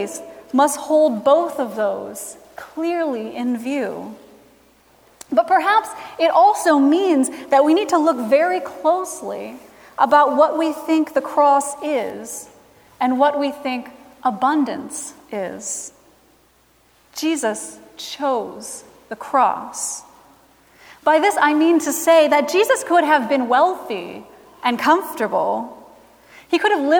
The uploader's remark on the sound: Recorded Feb 26, 2017 at Trinity Presbyterian Church in Bibxy, Okla.